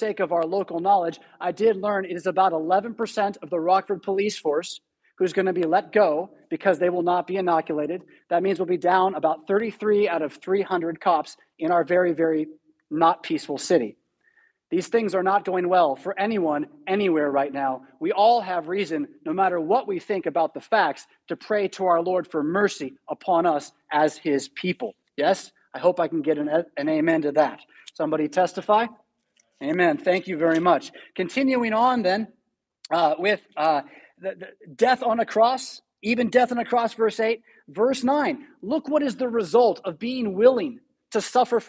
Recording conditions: large echoing room